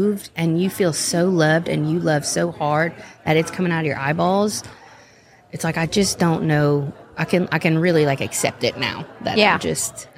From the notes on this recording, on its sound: Live from Steubenville South